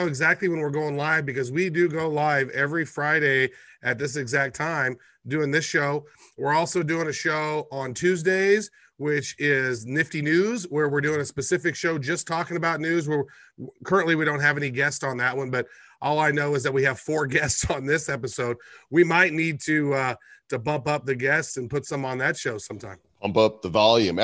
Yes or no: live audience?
no